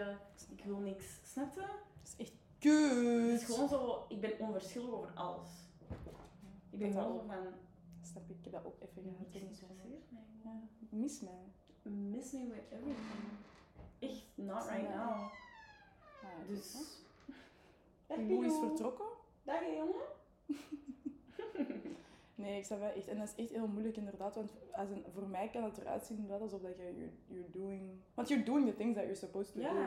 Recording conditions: poor sound quality